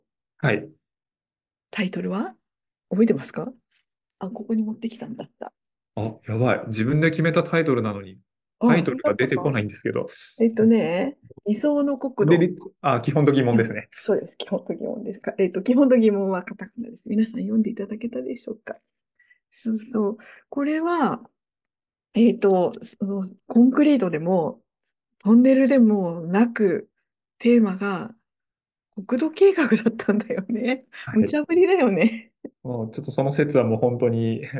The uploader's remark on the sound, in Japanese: 収録場所： オンライン (Zoom)